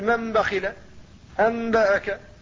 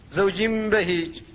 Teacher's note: لو كان النطق بالنون لتحرك اللسان لأن النون لسانية، فلذلك قلبت النون ميما